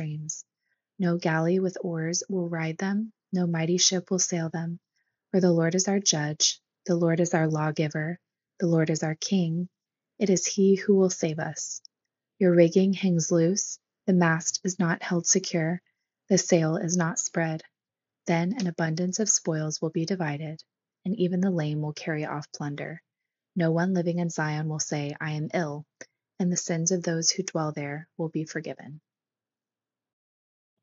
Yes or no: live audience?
no